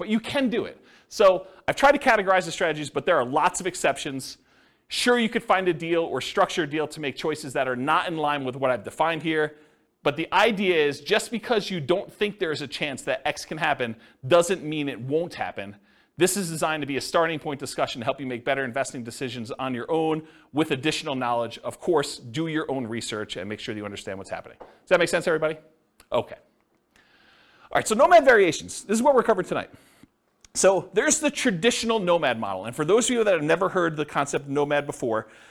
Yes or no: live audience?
yes